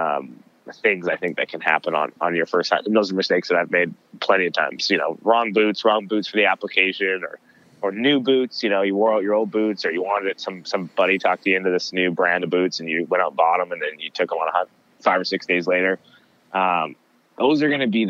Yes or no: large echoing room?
no